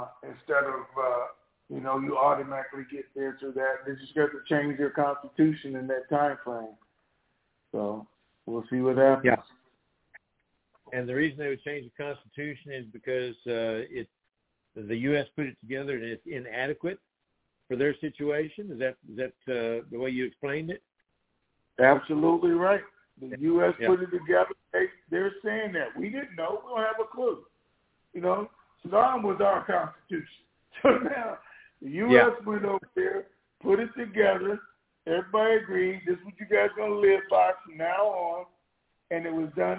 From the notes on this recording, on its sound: TNTSuperfantastic Conference Call